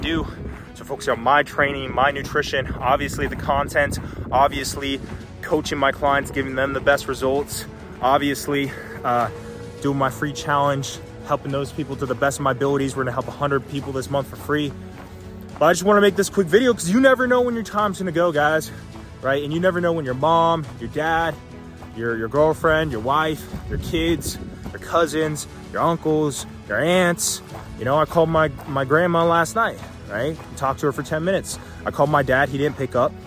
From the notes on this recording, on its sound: Walk And Talk Vlog